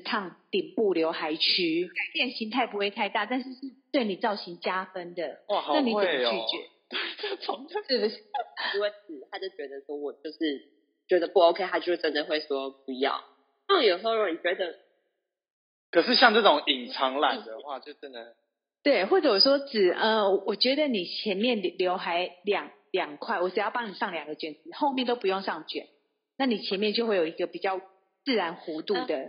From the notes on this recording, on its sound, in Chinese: 本集因錄音方式導致收音欠佳